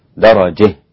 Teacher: كلمة درجة ممالة عند الإمام الكسائي إذا وقف عليها فقط، درجة هكذا.